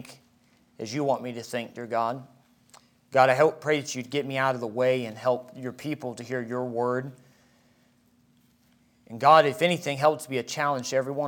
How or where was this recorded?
large echoing room